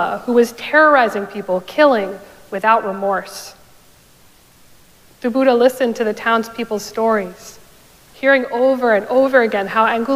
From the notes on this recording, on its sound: Recorded live at Arlington Street Church